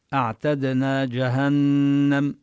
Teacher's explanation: أعتدنا نقلقل الدال، والعين هي ليست لا من حروف الرخاوة ولا من حروف الشدة، هي بين الحرفين بين الصفتين الشدة والرخاوة.